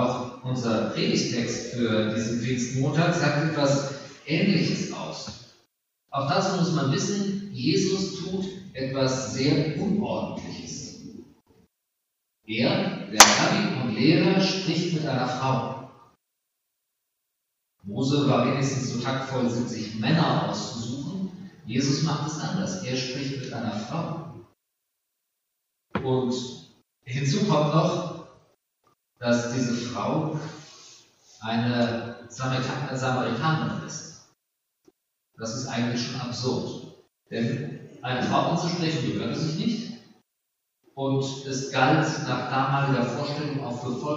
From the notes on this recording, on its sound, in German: Aufgezeichnet im Gottesdienst zum Pfingstmontag Ev. Melanchthongemeinde Griesheim.